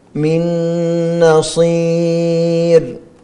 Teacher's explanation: نون ساكنة بعدها نون متحركة، إدغام كامل بغنة على الأرجح